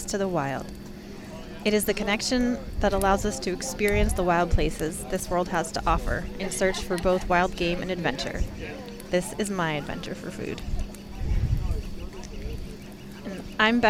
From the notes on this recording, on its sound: live from the 2022 BHA Rendezvous